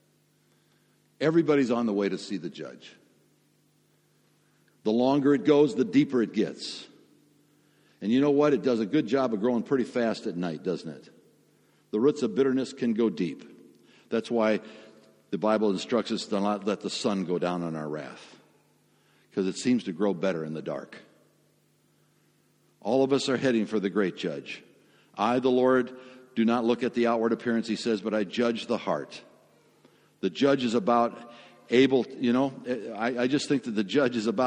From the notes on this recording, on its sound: Sermon audio from FIBC Copenhagen